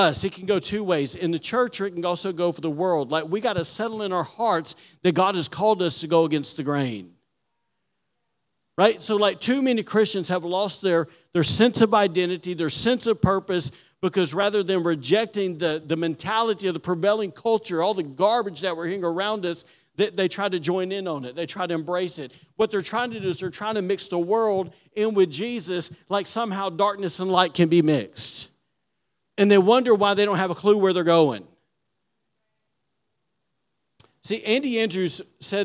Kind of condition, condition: setting, large echoing room